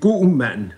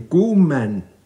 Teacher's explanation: man for eksempel sige en god mand med stød på god og mand · Shown in: first take · mens man i de omtalte sydlige egne vil sige sådan noget som en god mand uden stød.